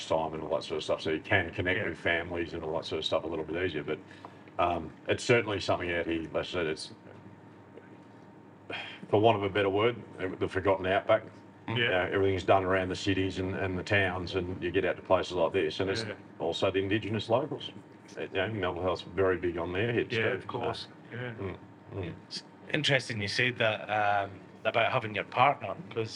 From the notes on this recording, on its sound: Recorded literally at the bar of the Transcontinental Hotel , Oodnadatta. PUBCAST - Transcontinental Hotel, Oodnadatta. Recorded literally at the bar of the Transcontinental Hotel , Oodnadatta. This is a light hearted chat between a few lads at the bar.